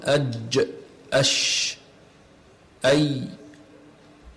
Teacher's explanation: وسط اللسان ويخرج منه الجيم والشين والياء الغير مادية · Term: الأحرف الشجرية